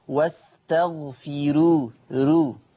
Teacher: هذه راء مرققة لأنها مضمومة ومسبوقة بكسر أصلي